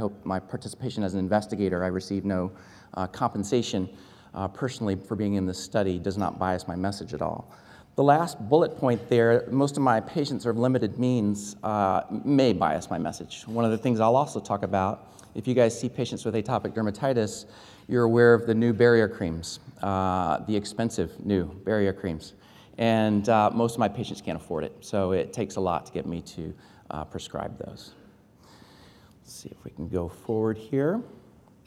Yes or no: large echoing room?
yes